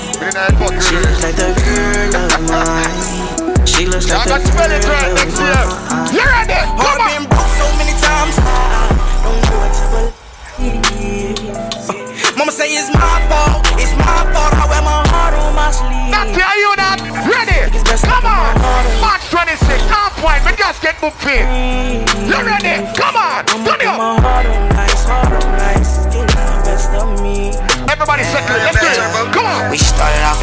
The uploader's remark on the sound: Doubletap Sundays 2/21/21 (LIVE AUDIO)